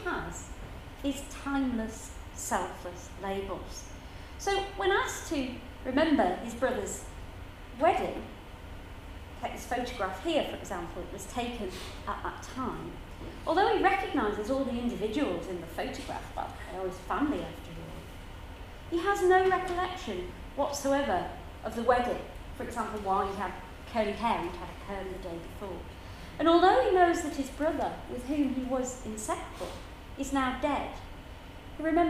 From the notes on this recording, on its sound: Given at the Cambridge Science Festival 2013 main Saturday.